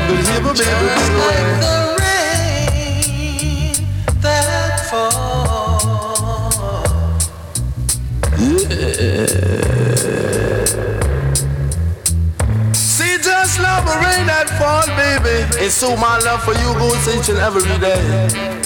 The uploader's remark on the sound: The show was recorded at the Shapira Cafe.